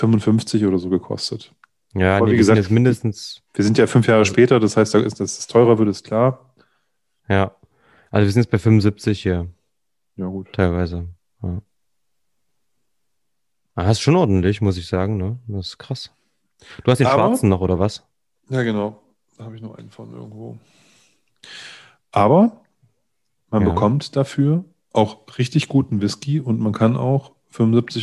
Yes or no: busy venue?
no